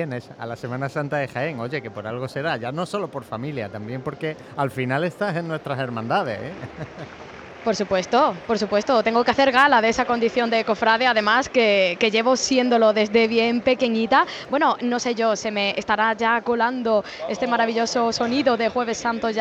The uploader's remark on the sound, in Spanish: Retransmisión en directo del Jueves Santo en Jaén en el año 2023.